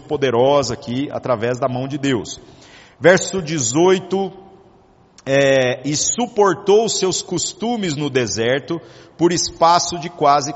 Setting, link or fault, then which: setting, large echoing room